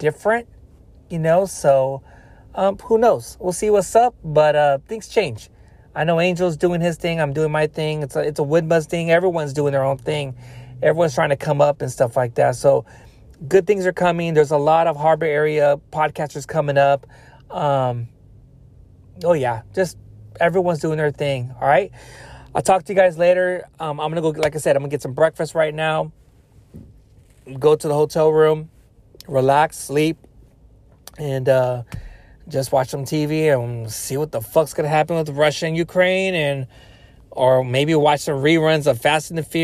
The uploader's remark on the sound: Car Talks. While driving home from work.